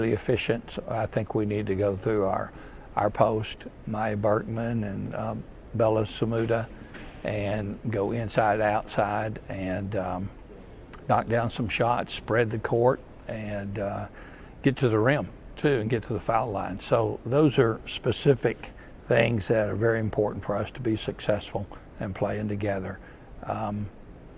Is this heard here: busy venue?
yes